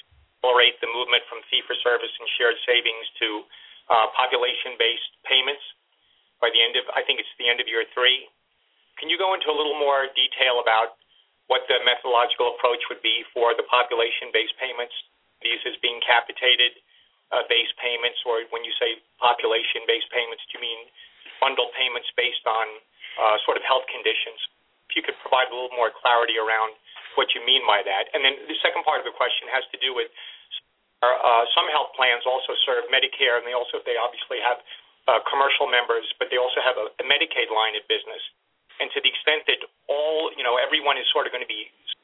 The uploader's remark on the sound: CMS conference call is marginal audio & our recording ends prematurely.